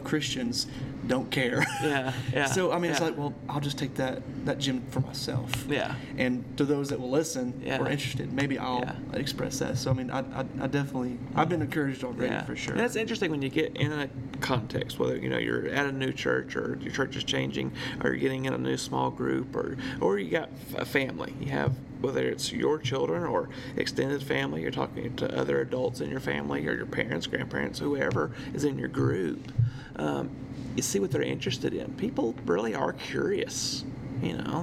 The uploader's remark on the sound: This is the second of two episode recorded while at church camp, so next week all of the distant humming and squeaking sounds will be gone. Despite the intrusive sound, we had a great discussion.